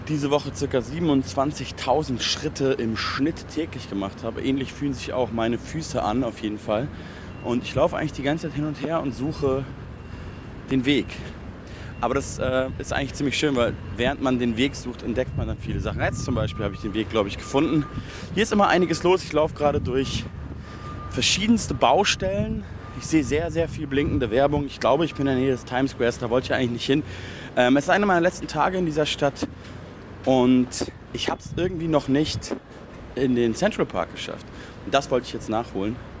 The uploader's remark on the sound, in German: Ist mit dem Field Recorder in New York und nimmt die Hörer:innen mit in die U-Bahn, auf einen Spaziergang durch Manhattan in den Central Park und eine Fähre über den East River.